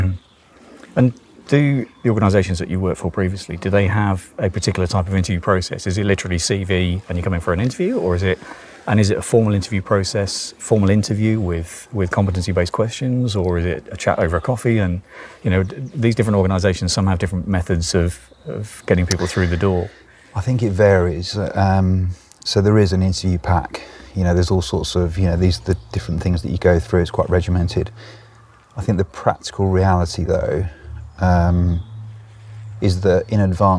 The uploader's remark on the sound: This was recorded in Autumn in my back garden, so you may hear birds and voices in the background.